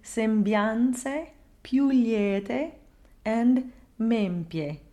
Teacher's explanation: the letter I is the phonetic J, meaning that we want to glide through this sound to get to the next vowel · Term: J glide